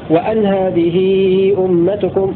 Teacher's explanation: بفتح الهمزة وتخفيف النون هكذا. وأن هذه أمتكم على أنها مخففة من الثقيلة وأن هذه أمتكم.